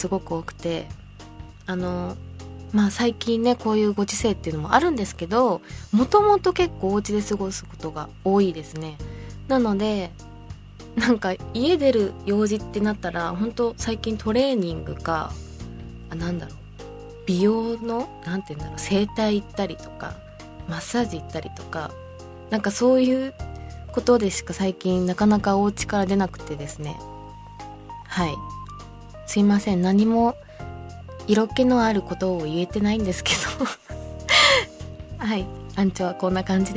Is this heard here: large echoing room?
no